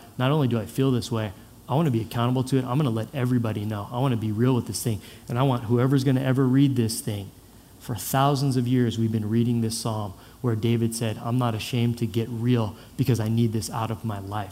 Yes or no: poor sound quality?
no